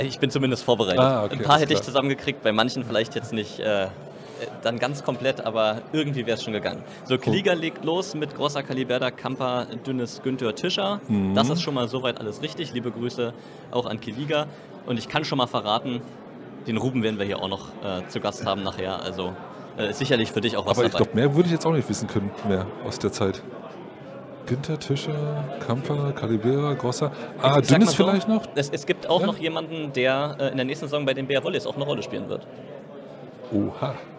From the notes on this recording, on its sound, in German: Live von der Saisonauftaktfeier. Hinweis: Hierbei handelt es sich um den Mitschnitt der Liveübertragung auf Twitch.